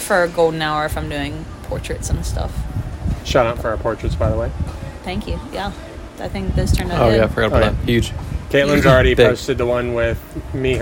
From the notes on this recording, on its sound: We recorded outdoors, sitting on a deck at beach week. As long as you don't mind the wind and the sound of construction in the background.